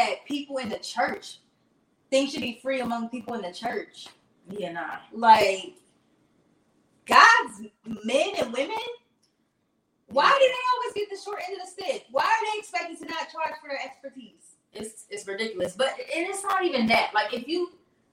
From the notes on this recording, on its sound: We apologize in advance for the technical difficulties. Our sound was a little muffled.